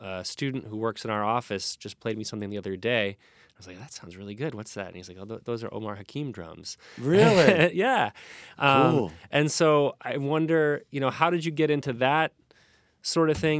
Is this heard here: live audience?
no